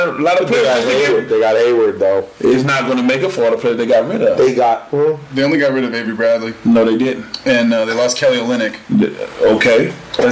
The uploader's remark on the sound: Squeeze their first guest into the studio without the appropriate number of mics. Audio quality aside.